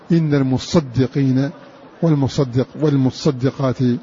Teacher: ابن كثير وشبه قرأ قول الله جل وعلا إن المصدقين والمصدقات الباقون قرأ بالتشديد إن المصدقين والمصدقات بالتشديد